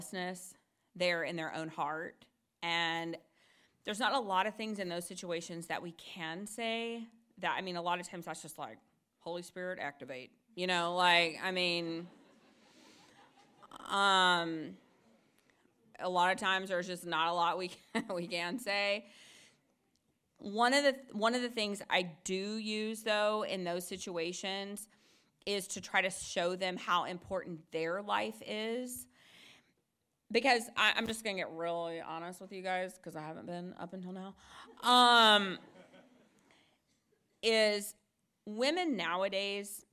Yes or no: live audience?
yes